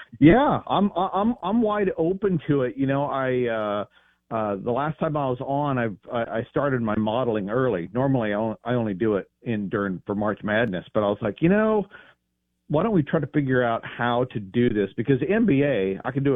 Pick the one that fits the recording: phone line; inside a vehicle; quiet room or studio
phone line